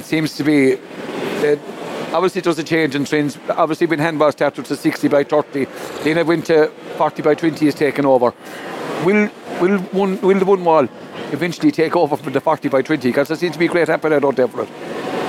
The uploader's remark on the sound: SBCR broadcast a three hour show Live from the 60 by 30 alley at Tuamgraney handball club on the final day of the 2023 GAA Handball Irish 4 Wall Nationals that were held in Alleys all over County Clare at the weekend.